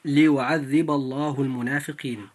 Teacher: فلام لفظ الجلالة في ليعذب الله لام مفخمة لمجيئها بعد الباء المفتوحة في كلمة ليعذب. فإذا جاءت اللام في لفظ الجلالة بعد مفتوح، أي بعد حرف مفتوح دائما، فيجب أن تفخم هذه اللام فتنطق هكذا: ليعذب الله المنافقين.